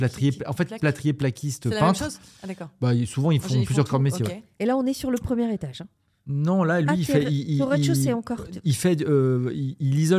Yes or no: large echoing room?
no